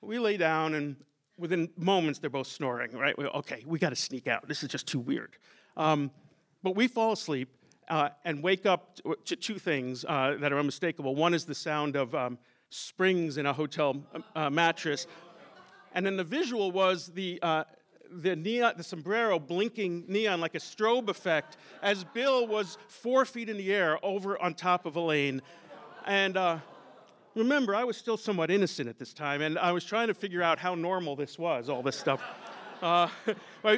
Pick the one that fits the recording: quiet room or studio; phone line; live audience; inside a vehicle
live audience